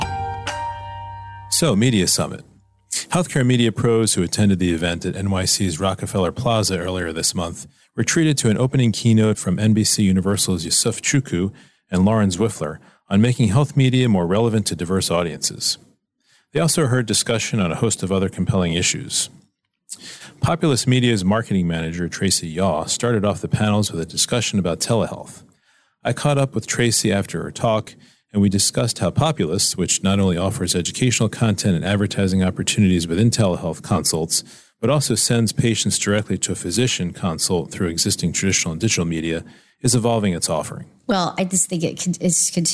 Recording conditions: busy venue